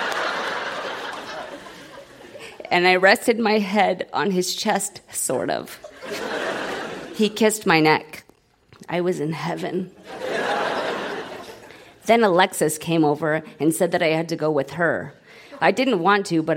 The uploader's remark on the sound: Recorded live at The Royal Cinema in Toronto.